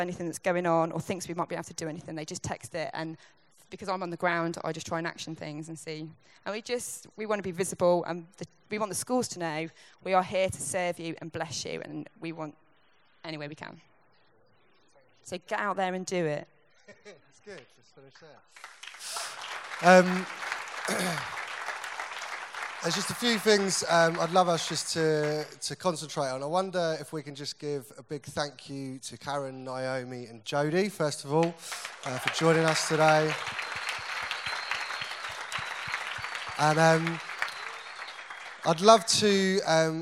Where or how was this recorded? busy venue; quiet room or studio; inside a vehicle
busy venue